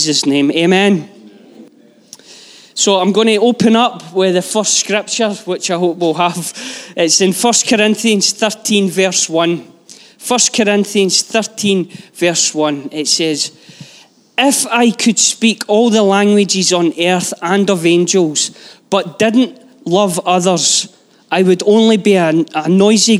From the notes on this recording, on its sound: Live from our Sunday gathering on 20/11/22